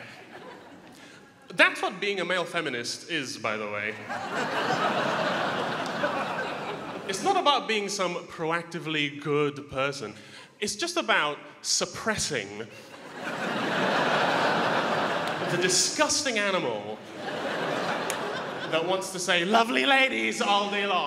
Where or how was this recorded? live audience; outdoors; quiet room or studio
live audience